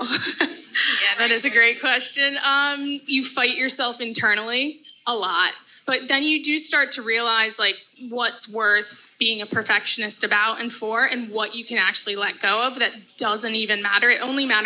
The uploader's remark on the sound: our first ever live recording of the Good Business Podcast episode